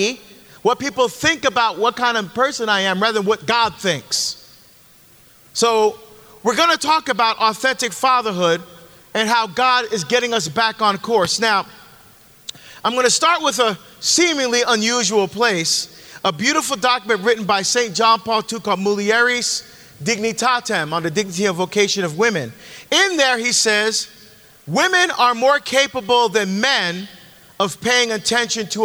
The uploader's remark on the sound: LIVE from the Deeper into the Psalms from the Ignite Bible Tour